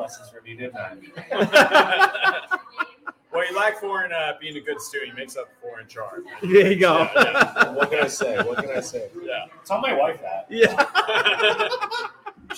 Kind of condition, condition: setting, busy venue